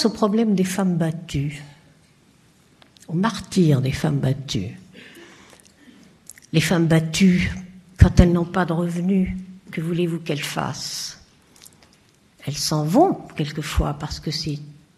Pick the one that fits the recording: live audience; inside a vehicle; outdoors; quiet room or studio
live audience